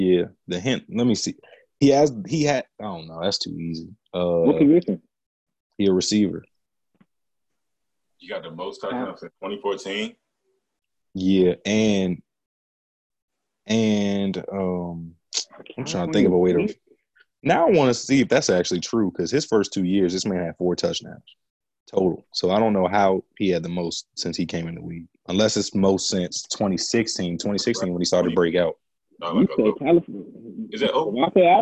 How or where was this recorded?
video call